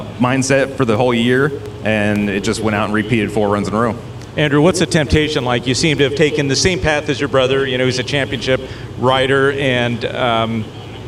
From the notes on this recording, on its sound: NHRA Insider LIVE. LIVE from Worldwide Technology Raceway in Madison, Illinois.